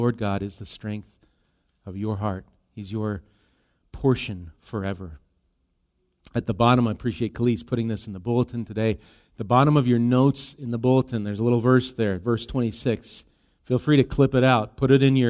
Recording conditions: large echoing room